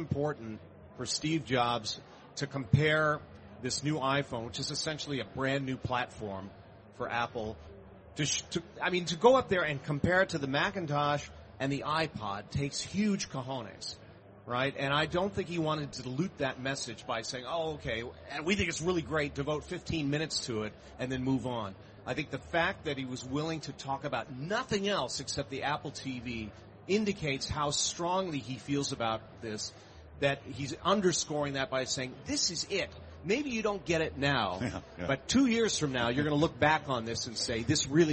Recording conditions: busy venue